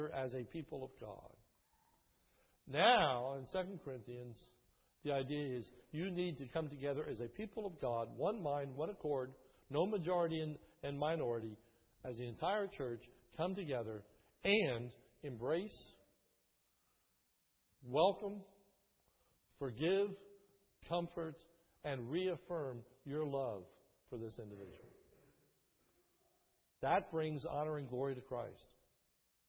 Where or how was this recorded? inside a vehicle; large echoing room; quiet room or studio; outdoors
large echoing room